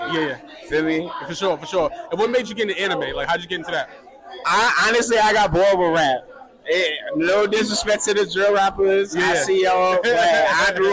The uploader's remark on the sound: live at the Tunage Showcase